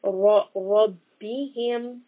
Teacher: Here we have in رَبِّهِمْ a heavy ra.